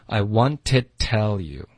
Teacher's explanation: Wanted to 丢了一个 to 的音了